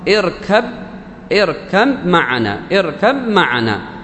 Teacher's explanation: أدغمنا الباء عند الميم